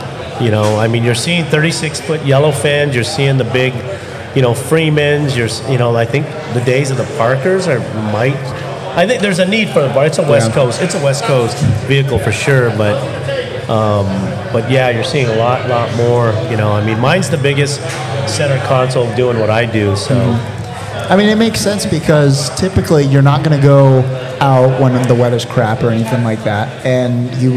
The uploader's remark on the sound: We recorded a live podcast at our 2022 Toy & Canned Good Drive at BNS Brewery. All joined us on stage.